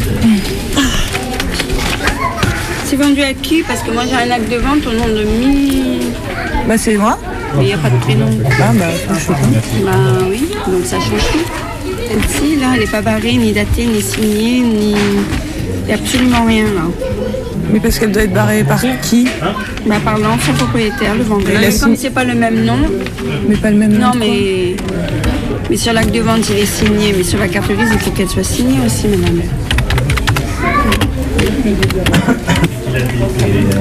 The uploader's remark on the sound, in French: avec un envoyé spécial en direct du Maidan